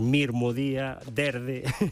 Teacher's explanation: Sí, señor, así se chama, o rotacismo, que sabes que diante dunha consoante sonora na provincia de Ourense pronunciamos en vez dun S, un R